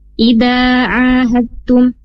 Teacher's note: dal sukun bertemu dengan ta, tasdid hukumnya idgham mutajanisen. Jadi, dalnya tidak dibaca jelas, langsung ke huruf ta